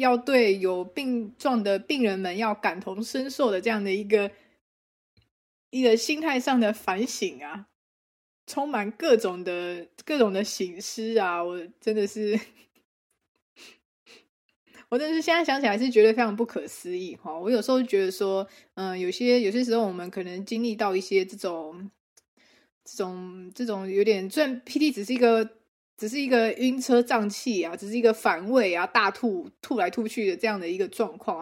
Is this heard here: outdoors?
no